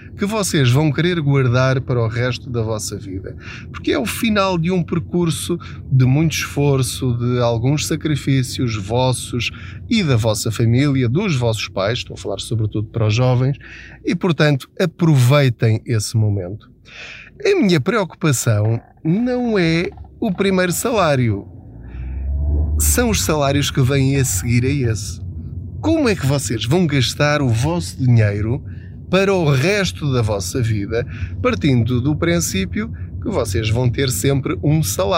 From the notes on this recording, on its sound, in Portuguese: Não ligue aos barulhos da viagem.